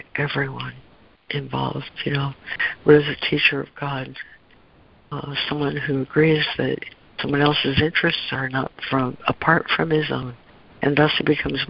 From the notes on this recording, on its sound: ACIM Daily Conference Call